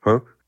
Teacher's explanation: especially the rising huh, is what they call a repair initiator